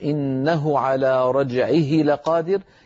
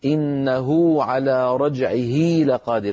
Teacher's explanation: إنه بدل أن يقول إنه على رجعه لقادر يقولون إنه على رجعه لقادر، فيطولون صوت الضمة فيتولد من التطويل واو · Shown in: second take · Term: مد الصلة الصغرى